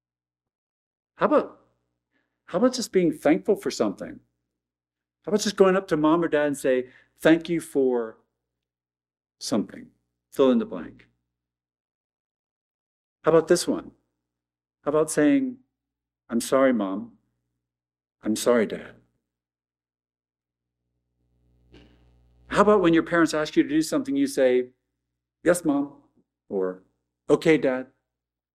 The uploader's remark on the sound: at Arlington Baptist Church in Arlington, Virginia